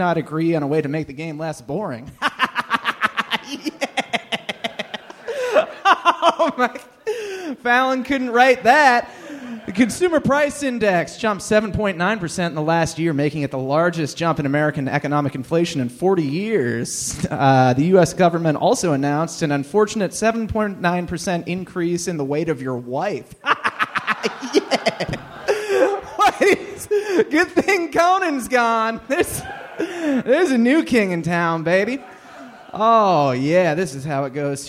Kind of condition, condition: setting, live audience